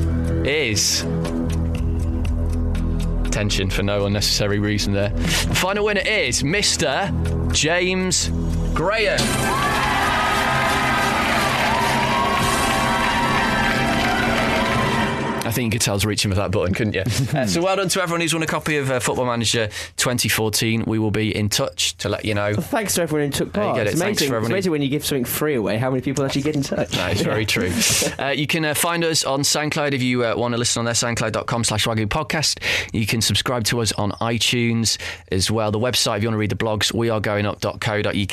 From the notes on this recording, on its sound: is also on the line